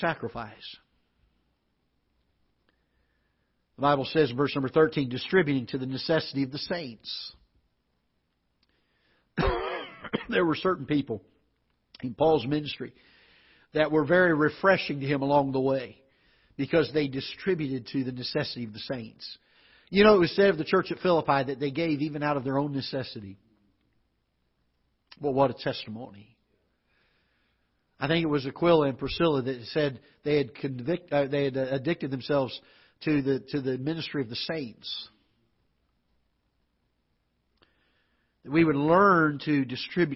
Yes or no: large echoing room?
yes